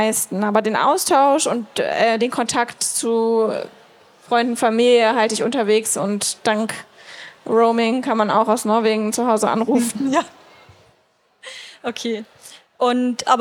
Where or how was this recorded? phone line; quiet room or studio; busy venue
busy venue